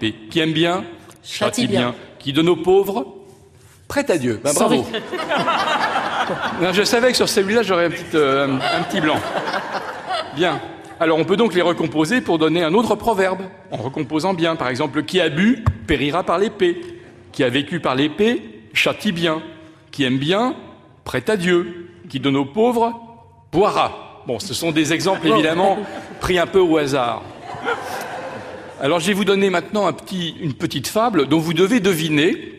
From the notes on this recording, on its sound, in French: Enregistrée en public à Beaubourg.